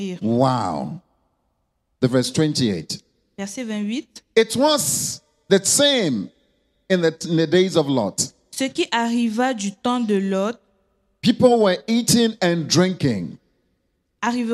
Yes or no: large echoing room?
yes